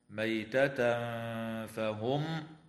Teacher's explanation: ويخفى التنوين عند الفاء مع الغنة مرققة